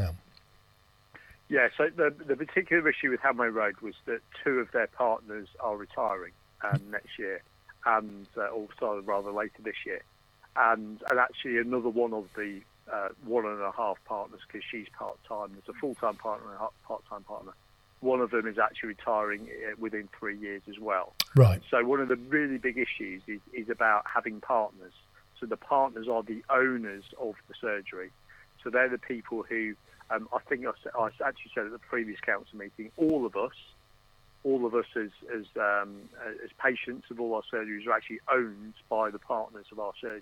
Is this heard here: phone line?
yes